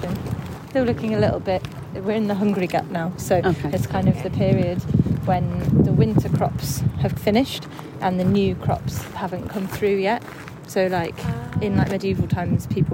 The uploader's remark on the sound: The Grow Farm in Totteridge, London. As this was recorded live on location (on a very windy day), please note that the sound quality may dip in and out!